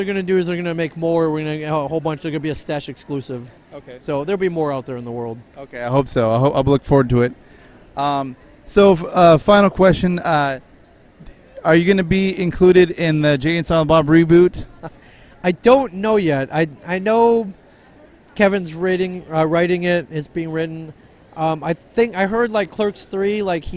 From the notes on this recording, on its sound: Recorded in 2017 at Rose City Comic Con in Portland Oregon